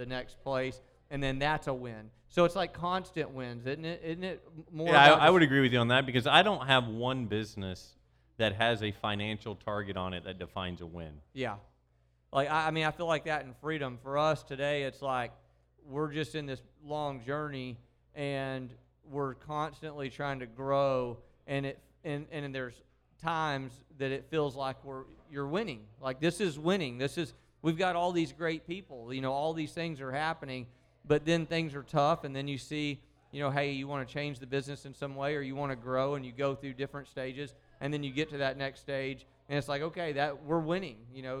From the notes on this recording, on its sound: The live RFN Podcast show. It's the big event!